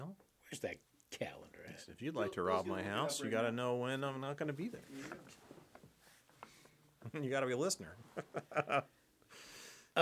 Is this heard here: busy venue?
no